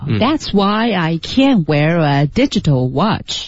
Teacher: Digital 的这个 di 是重音，然后 watch 也是重音